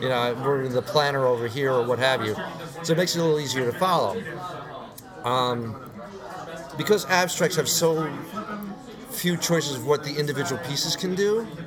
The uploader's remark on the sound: live from ConnCon in Stamford Connecticut